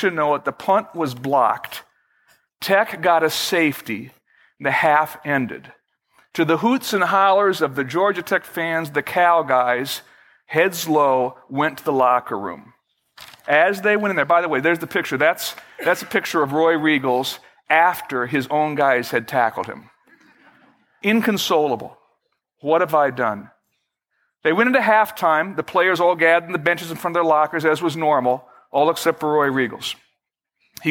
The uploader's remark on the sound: Originally recorded on May 8, 2011, at Fellowship Missionary Church, Fort Wayne, IN.